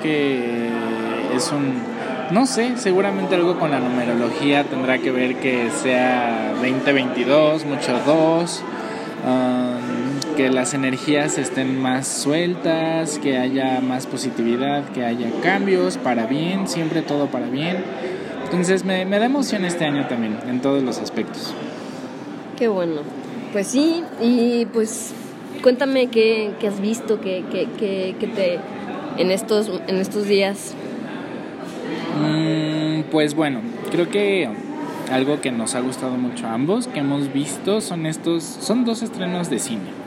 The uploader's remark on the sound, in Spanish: grabado en un café